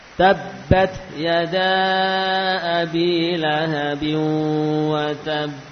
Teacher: Kalau kita waqafkan, dengan tadi kita menganggap ba yang bertasydid itu adalah dua huruf ba, berarti kita sedang membaca huruf ba yang satu sukun, yang satu sukun lagi. Namun yang kita qalqalah hanya ba yang terakhir